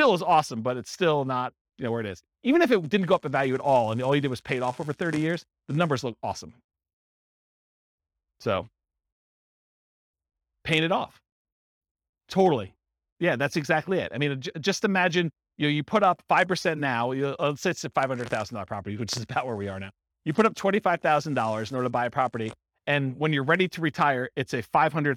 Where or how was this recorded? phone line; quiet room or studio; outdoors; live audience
live audience